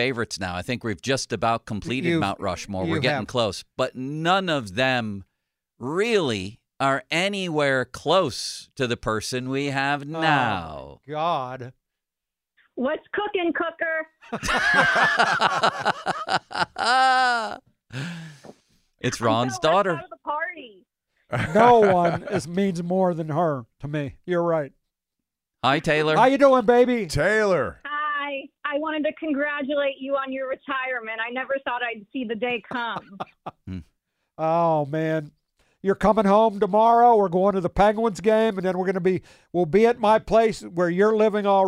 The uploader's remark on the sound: More big names in Pittsburgh sports call in to the show.